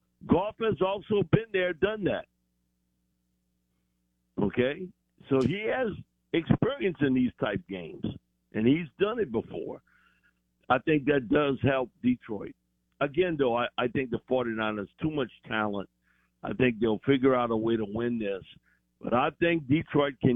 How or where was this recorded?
phone line